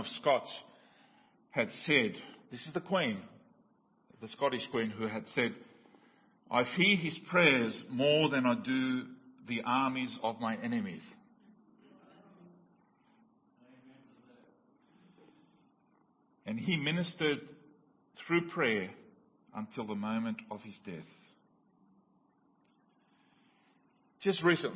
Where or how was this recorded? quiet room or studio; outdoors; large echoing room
large echoing room